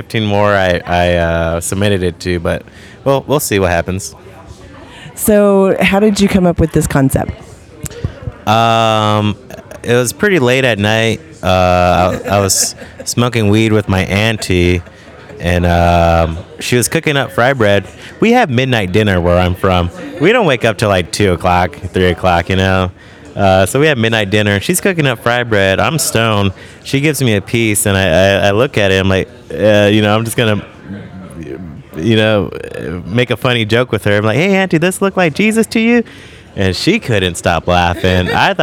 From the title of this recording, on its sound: Live from deadCenter